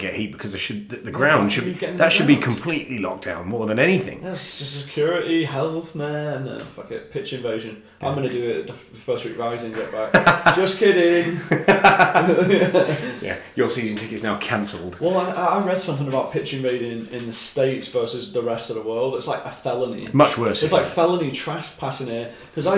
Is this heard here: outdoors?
no